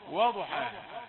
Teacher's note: قل واو رقيقة ثم الضاد مفخمة. والشمس وضحاها وغو، هذان صوتان، واو رقيقة وضاد مفخمة.